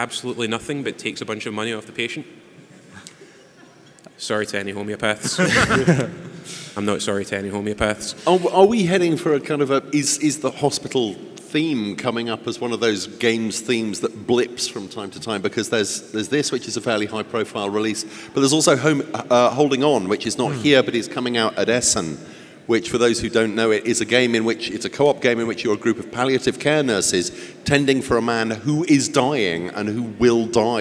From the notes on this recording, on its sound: Live at Tabletop Gaming Live! Chat on-stage at this year's Tabletop Gaming Live convention.